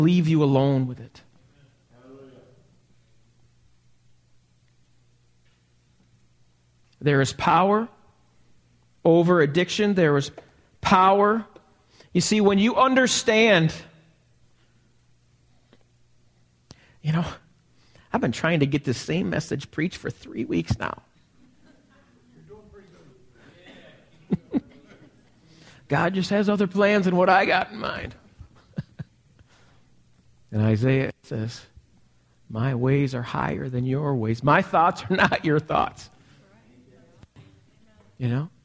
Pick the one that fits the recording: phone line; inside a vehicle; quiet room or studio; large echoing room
large echoing room